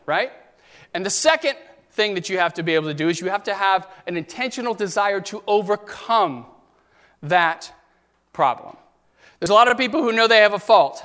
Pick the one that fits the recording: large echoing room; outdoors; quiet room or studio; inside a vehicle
large echoing room